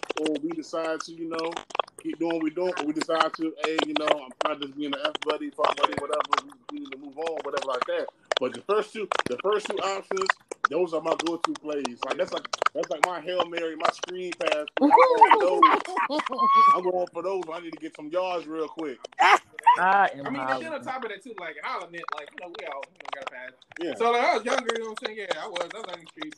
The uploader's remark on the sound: Sorry About The Background Noise